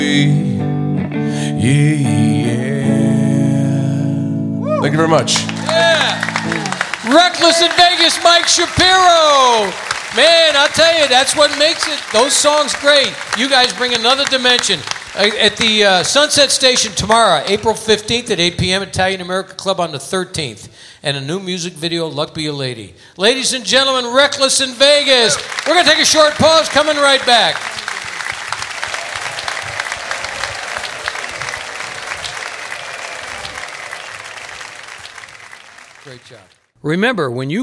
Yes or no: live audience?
yes